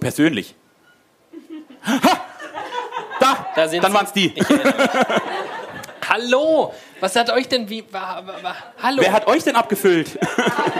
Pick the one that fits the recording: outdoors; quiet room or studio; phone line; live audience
live audience